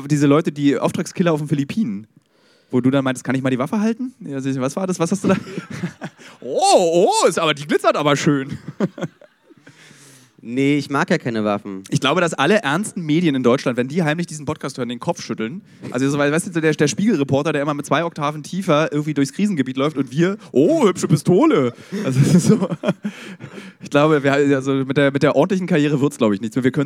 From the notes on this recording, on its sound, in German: live vom Podcast Festival in Berlin